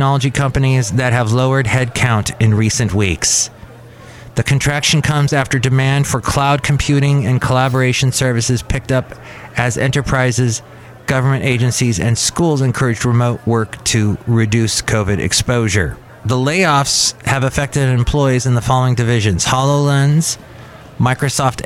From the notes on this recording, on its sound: podcasts live from Cafe Anyway